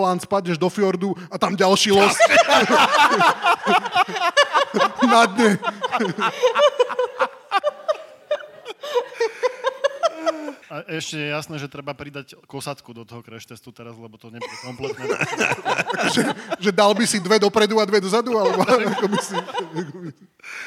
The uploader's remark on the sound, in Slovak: Naživo zo Žiliny. Dnes nahrávané prvýkrát a možno aj naposledy naživo na Žilinskom literárnom festivale. Niečo sa nám aj nenahralo, ale niečo sa nahralo.